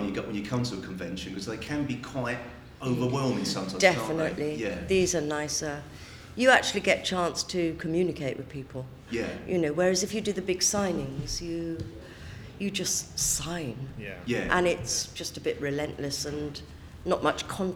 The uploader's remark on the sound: We have our third and final interview recorded at the Whooverville 9 convention in September.